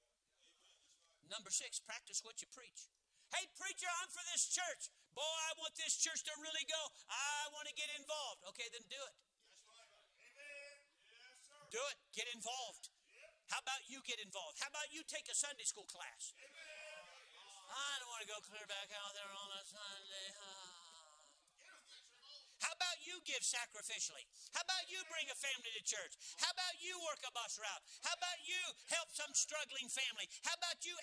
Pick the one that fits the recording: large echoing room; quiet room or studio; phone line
large echoing room